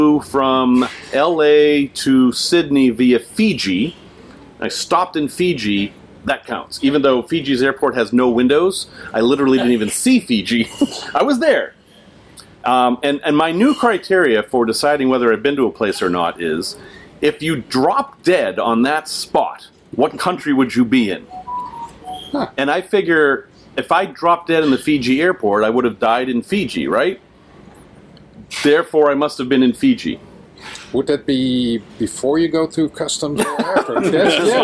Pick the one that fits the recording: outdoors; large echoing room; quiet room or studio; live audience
outdoors